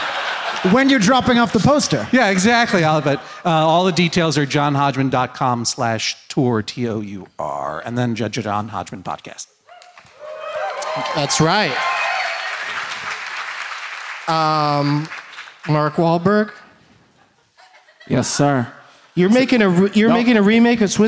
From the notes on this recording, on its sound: Live from the Wilbur Theatre in Boston, MA